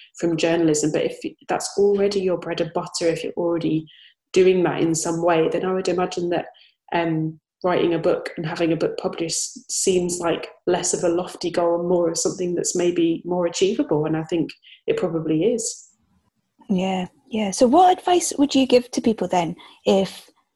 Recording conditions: video call